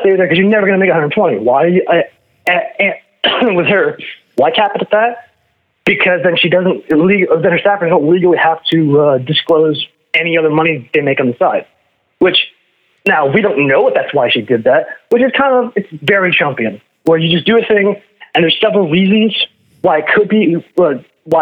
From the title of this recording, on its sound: PHONE CALLS